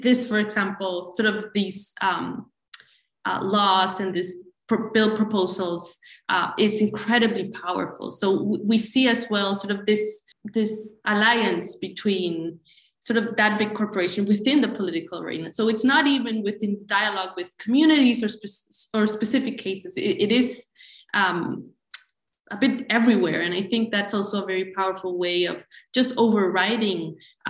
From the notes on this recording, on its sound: This event was held via Zoom on Wednesday 8 December, 2021.